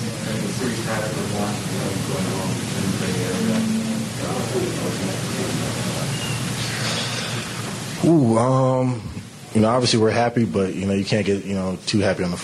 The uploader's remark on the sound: Postgame (Press Conference). Hear from players and coaches following the Warriors' Game 2 win in Denver.